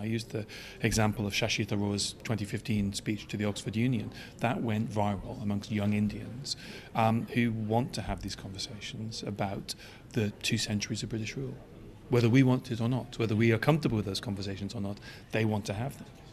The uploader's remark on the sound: Recorded at the Citywire Wealth Manager Conference & Awards